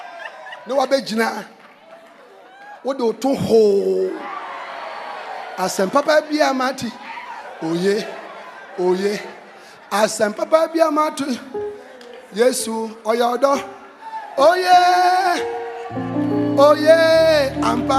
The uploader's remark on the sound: Preached at The Life Cathedral